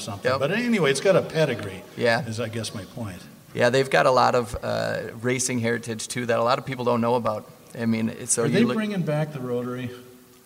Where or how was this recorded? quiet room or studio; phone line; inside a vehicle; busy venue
busy venue